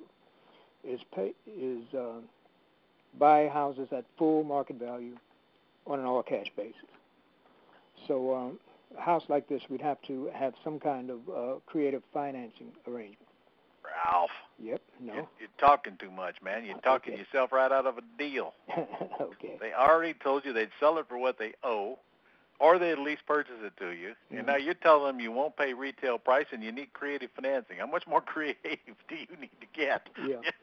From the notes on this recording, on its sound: Q&A Call